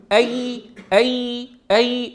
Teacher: جرب أن تقول أي أي أي، انظر إلى وسط اللسان، أي تلحظ أن عمل وسط اللسان يغلب